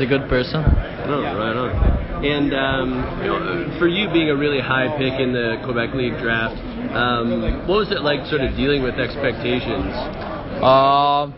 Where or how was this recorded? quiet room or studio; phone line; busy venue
busy venue